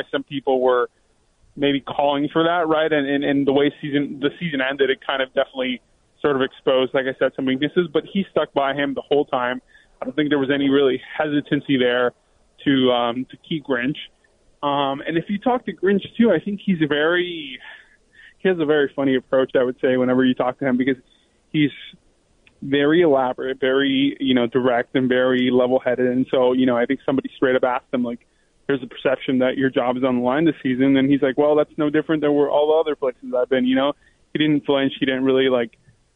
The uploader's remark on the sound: called